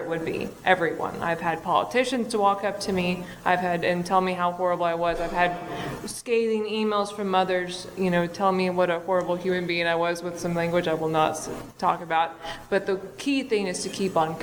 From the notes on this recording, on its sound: Women in Podcasting Panel (Houston Comicpalooza).